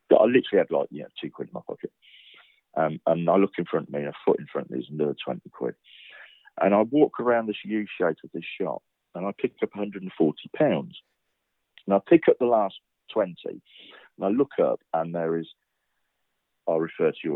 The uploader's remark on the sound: Welcome to another rough and ready conversation captured over the phone. At his home in Northampton.